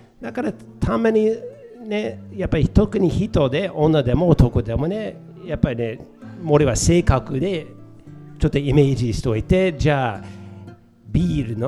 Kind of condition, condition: setting, live audience